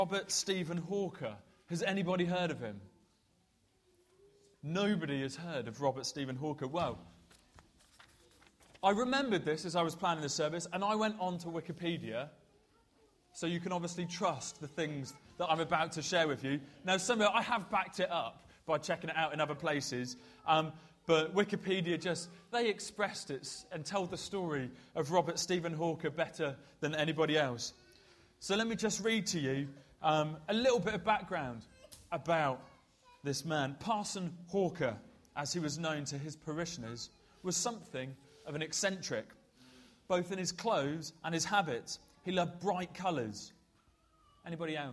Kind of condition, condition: setting, large echoing room